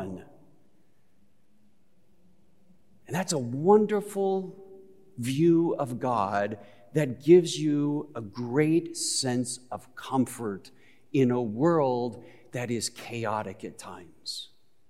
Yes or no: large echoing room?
yes